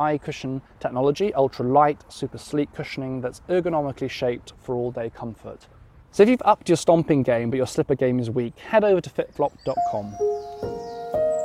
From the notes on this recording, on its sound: In this second part walking through the snowy grass of Greenwich Park.